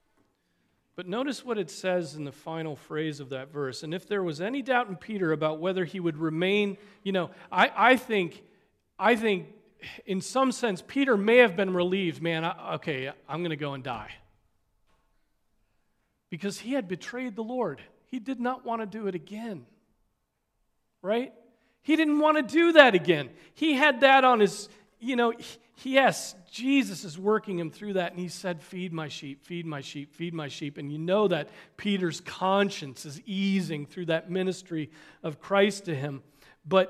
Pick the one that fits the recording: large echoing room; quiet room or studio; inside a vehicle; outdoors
large echoing room